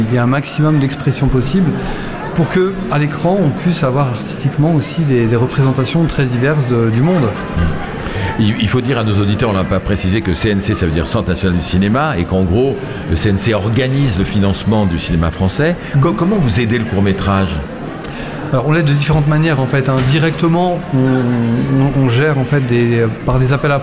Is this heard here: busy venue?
yes